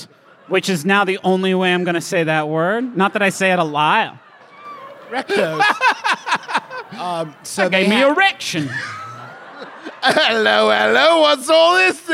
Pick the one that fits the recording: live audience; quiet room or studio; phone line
live audience